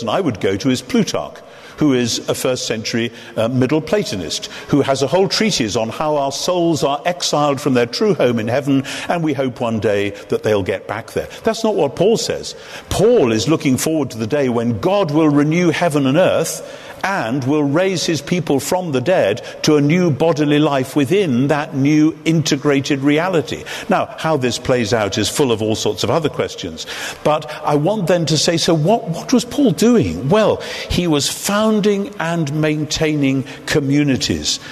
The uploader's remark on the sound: In front of an audience at Westminster Central Hall, London. The lecture was part of an event by SPCK.